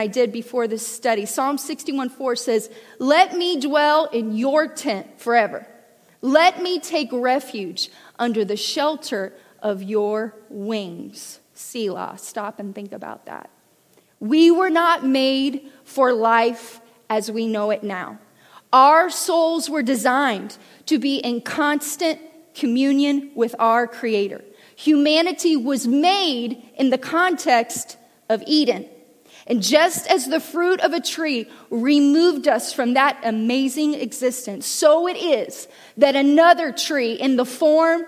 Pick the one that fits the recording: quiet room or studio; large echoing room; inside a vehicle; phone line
large echoing room